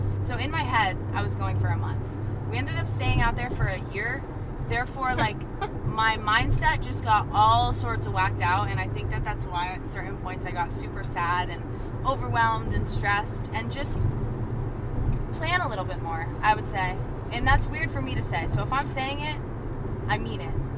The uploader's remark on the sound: this time we’re driving to the airport